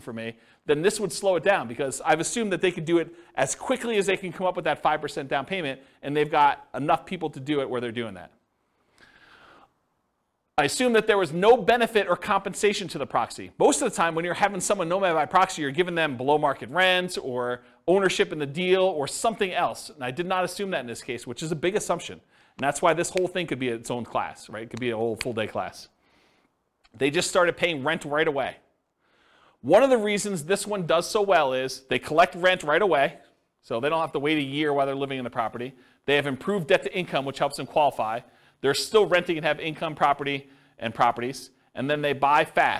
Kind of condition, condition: setting, live audience